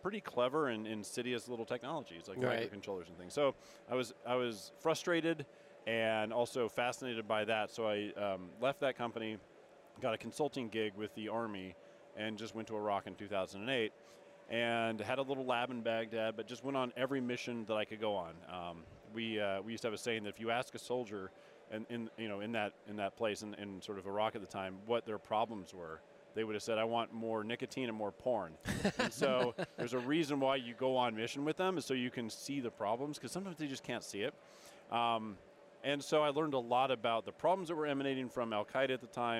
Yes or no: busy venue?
yes